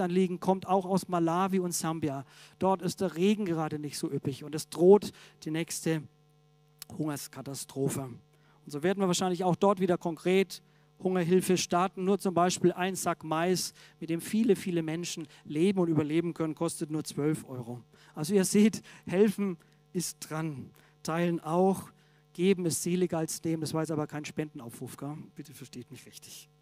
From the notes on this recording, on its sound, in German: aus dem MBG-Gottesdienst der Missionsberg-Gemeinde (LM)